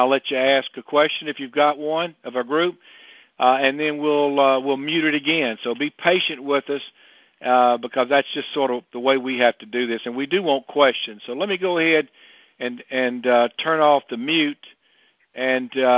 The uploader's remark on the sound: Apr 2021 Monthly Conference Call